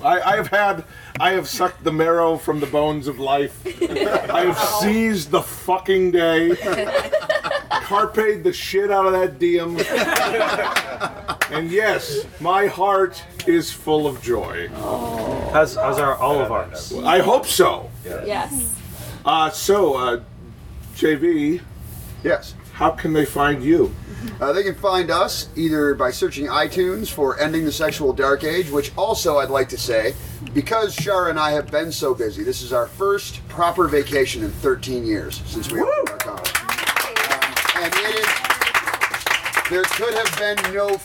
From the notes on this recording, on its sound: Live From Desire. As well as a couple dozen other sexy naked people, for an open-mic discussion group towards the end of our amazing week at Desire. Other than inserting a couple commercial breaks, this is completely unedited.